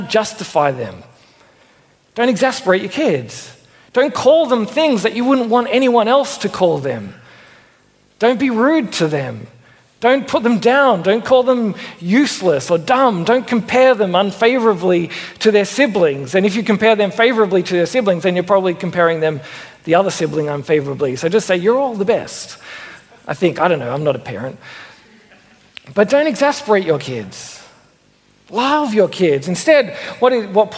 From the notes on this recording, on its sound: Originally preached at Mitcham Baptist Church in 2015.